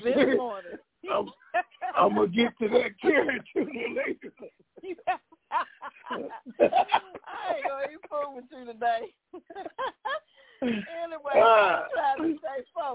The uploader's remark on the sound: Conference Call